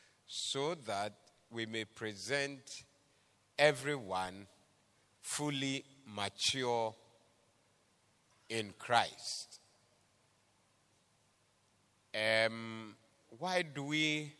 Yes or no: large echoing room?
yes